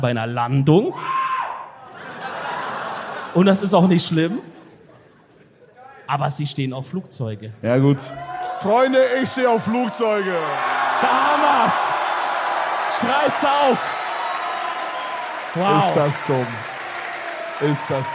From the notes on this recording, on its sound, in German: München 2023. Zum letzten Mal sind wir heute live auf der Bühne und bringen unsere EDELTALK Tour 2023 zu einem würdigen Ende.